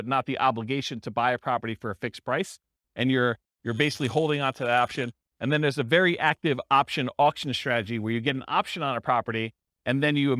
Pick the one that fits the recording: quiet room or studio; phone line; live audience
live audience